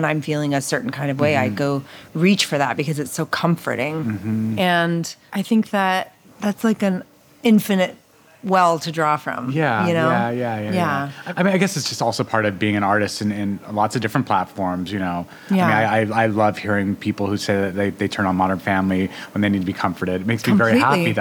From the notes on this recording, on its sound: This episode of Dinner's On Me was recorded at K'Far in Williamsburg, Brooklyn.